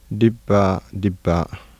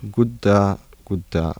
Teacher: Geminate voiced bilabial plosive and geminate voiced alveolar plosive become voiceless unaspirated plosives everywhere.